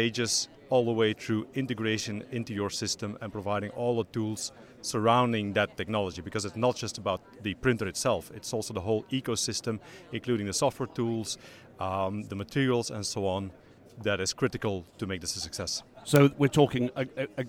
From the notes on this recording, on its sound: Recorded during the Manufacturing Leaders Summit in Liverpool 2017.